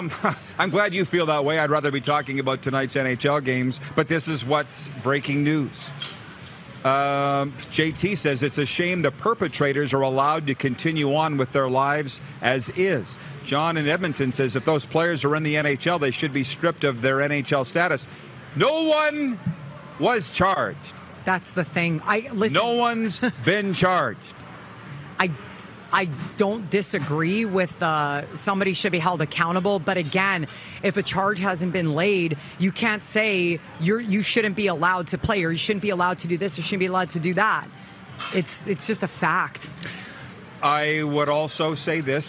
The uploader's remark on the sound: LIVE AT THE POMPANO BEACH HOUSE IN FLORIDA!